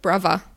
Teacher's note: Also man spricht das TH nicht im heutigen Cockney-Rhyming-Slang.